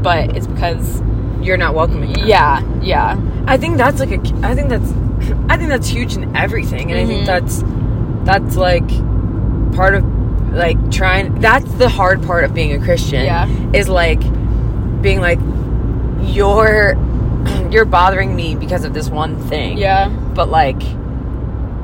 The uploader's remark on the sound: Are in the car.